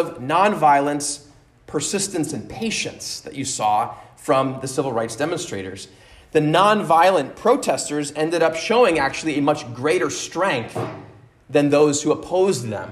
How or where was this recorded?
large echoing room